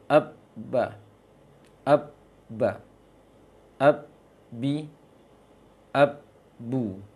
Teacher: Yang berikutnya, makhraj ba. Ba dua bibir, hanya saja ba ditekan kuat, ba ditahan, ditekan kuat dia.